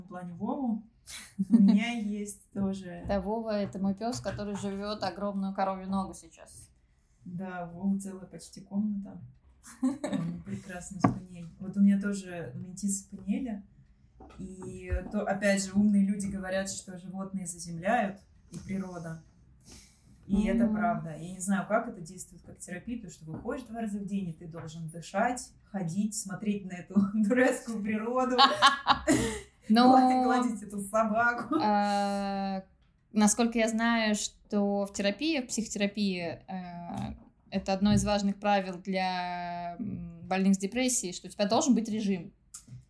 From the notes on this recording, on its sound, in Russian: Сразу хочу извиниться за не очень хороший звук, мы только учимся.